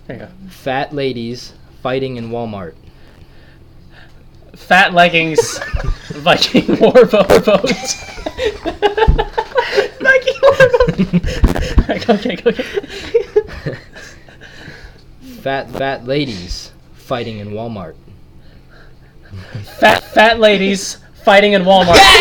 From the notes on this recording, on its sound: We sound like we're on helium